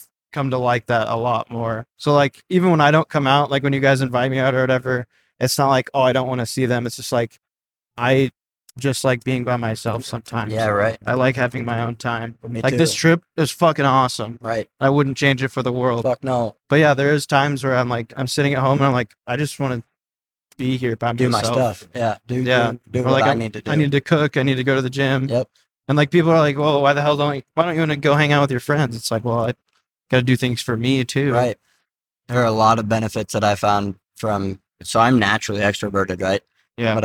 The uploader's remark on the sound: In total five hours of recording was captured on the ride back, so this will be a three episode series.